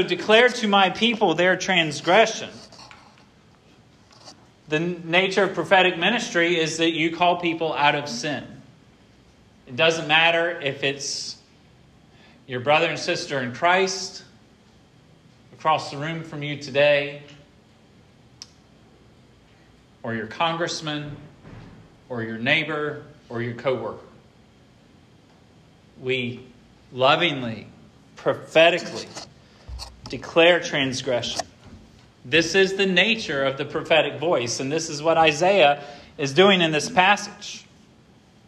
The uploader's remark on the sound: This sermon was preached at Hope Fellowship